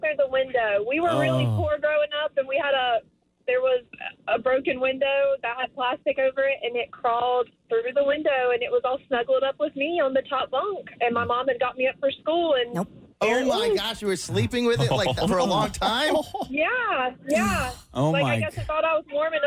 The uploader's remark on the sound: A bunch of people called